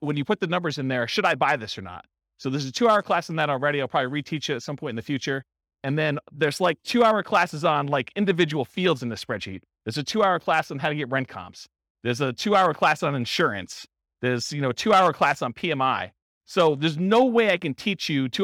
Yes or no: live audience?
yes